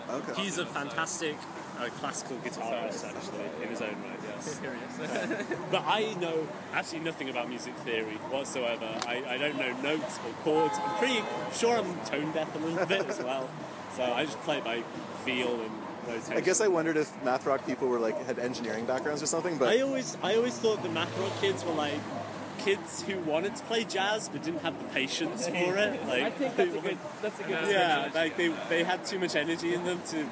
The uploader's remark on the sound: Live music recording from their performance at Itaewon's Thunderhorse Tavern